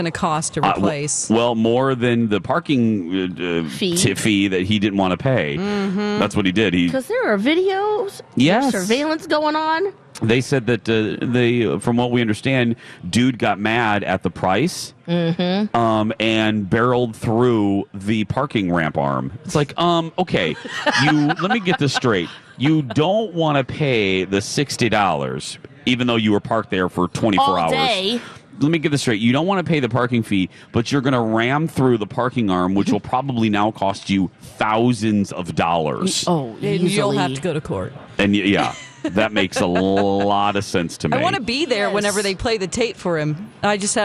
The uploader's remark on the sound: broadcast live from the AC Hotel for the Superbowl